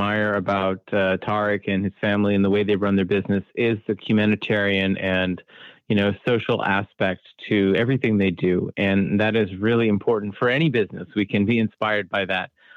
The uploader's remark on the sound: Today, we hopped on the phone